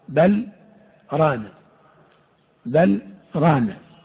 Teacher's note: فهنا حفص يرى أن فيها السكت بدون تنفس مقدار حركتين بدون إدغام